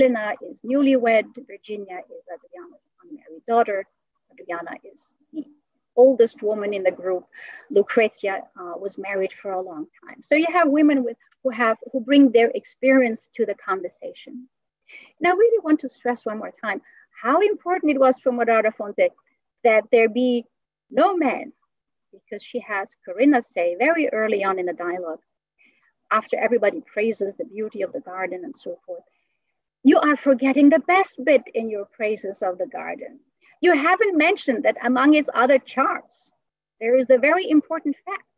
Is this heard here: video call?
yes